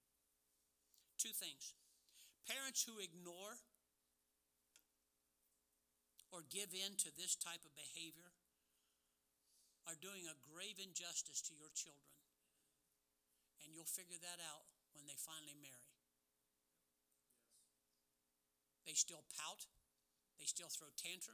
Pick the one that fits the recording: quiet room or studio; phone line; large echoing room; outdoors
large echoing room